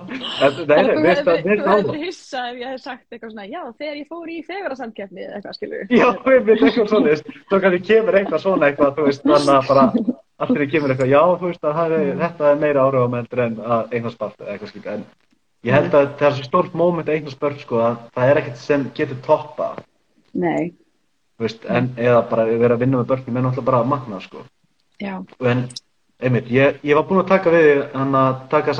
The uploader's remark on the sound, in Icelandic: tekið live instagram spjall